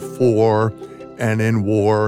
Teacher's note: they were very rhotic. That is, they pronounced their R's in for and in war